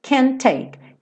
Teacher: você vai juntar esses dois T's em um